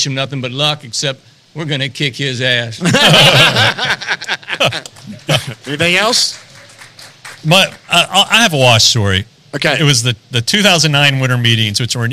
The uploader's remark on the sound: This is the audio of the first ever Rangers Today Road Show at Hop and Sting Brewery.